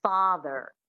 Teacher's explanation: the standard American accent, one of the defining features is definitely the rhotic R